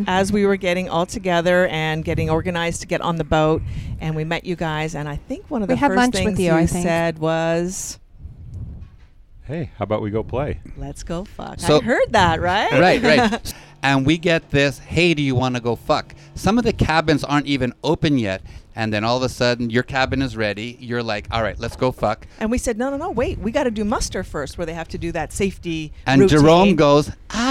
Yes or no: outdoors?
yes